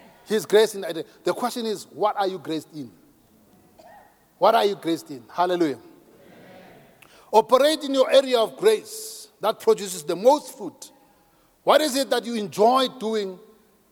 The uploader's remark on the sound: preached at Grace Bible Church Pimville on the 09th of October 2022 at the 07am Service